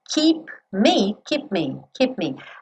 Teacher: O P é lábio com lábio. O M é lábio com lábio. Então eu não falo keep me.